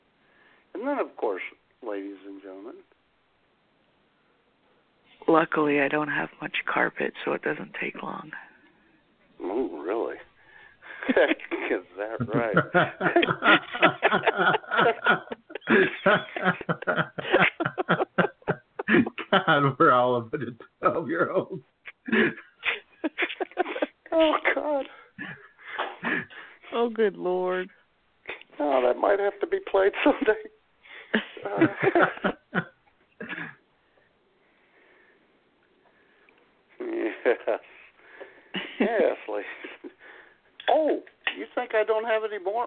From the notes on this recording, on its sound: Your phone calls as IWS Radio presents.